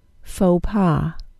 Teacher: The vowel sound in the first word is a long O, and the X is silent. The vowel sound in the second word is a short O, and the S is silent.